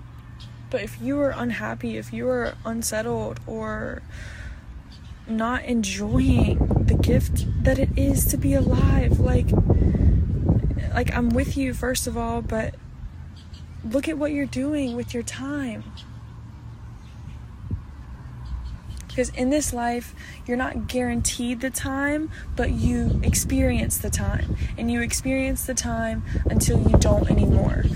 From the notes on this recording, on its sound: I recorded this episode at a park which was the cutest thing ever. You may hear little ones playing in the background.